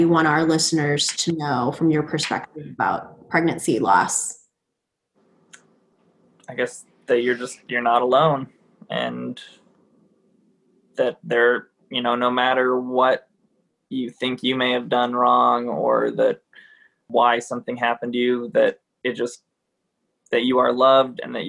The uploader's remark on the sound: via Zoom chat